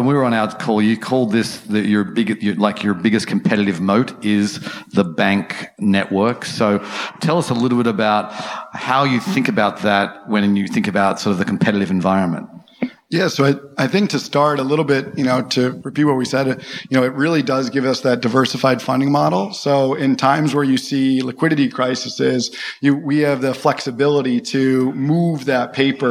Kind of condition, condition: setting, busy venue